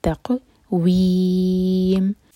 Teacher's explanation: تق، قاف پر سکون ہے، قاف پر قلقلہ. تق ویم، میم کو ہم ساکن کر کے رک رہے ہیں تو وی 4 حرکہ لمبا ہوگا مد عارض لسکون.